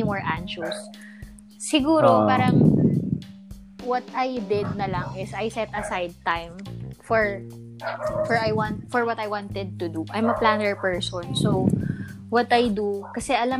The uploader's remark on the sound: we've encountered some technical difficulty